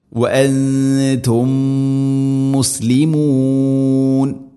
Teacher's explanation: അപ്പോൾ വഅൻതും മുസ്ലിമൂൻ, ഇദ്ഗാം മുതമാസിലീൻ. അവിടെയും സുക്കൂനുള്ള മീമിനെ അടുത്ത മീമിലേക്ക് ഇദ്ഗാം ചെയ്തുക അഥവാ കൂട്ടിലയിപ്പിച്ച് മണിച്ചുകൊണ്ട് ഉച്ചരിക്കണം